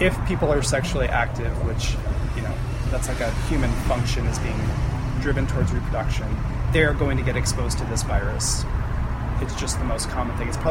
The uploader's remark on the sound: The interview took place on a sunny Friday afternoon. Sat outside in a little courtyard attached to the Planned Parenthood building. You may notice some background noise on the recording of the interview. Those are the sounds of 5:30pm at what is basically a 5-way intersection.